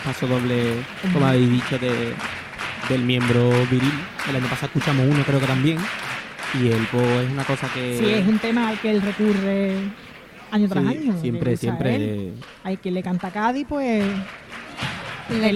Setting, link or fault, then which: setting, live audience